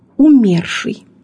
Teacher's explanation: ударение в слове «умерший» падает на второй слог «умерший» и не смещается при изменении «умершего», «умершему», «об умершем».